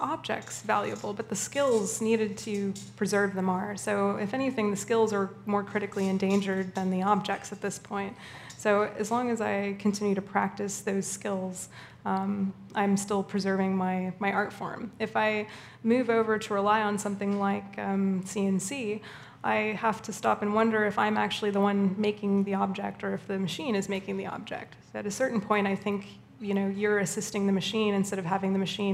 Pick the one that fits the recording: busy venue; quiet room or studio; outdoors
busy venue